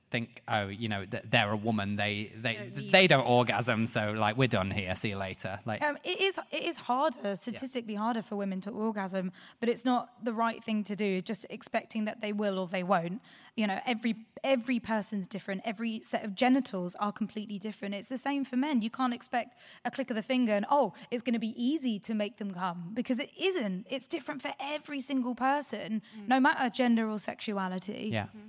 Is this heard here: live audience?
yes